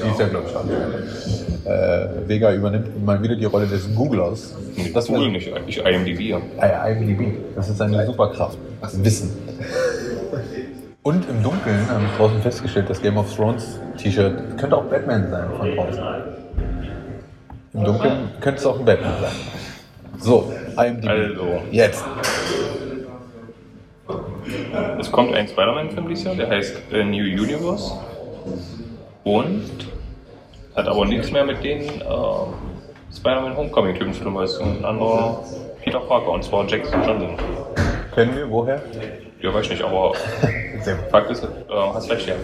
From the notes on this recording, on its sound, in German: Nächstes mal ist die Soundquali wieder besser.